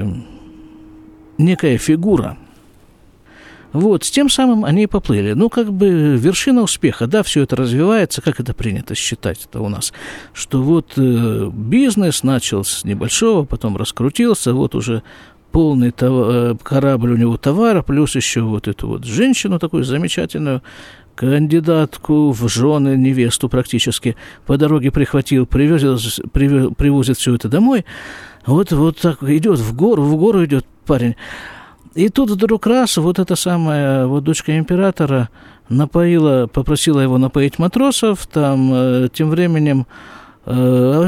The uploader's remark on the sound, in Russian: Запись из сукки.